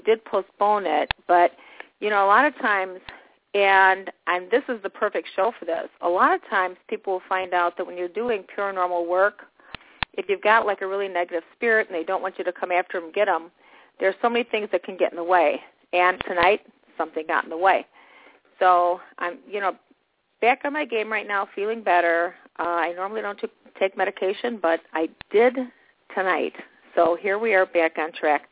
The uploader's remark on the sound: This is a live call in show.